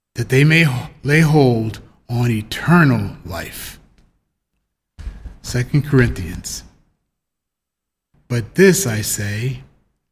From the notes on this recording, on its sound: The Sunday service audio from September 12th, 2021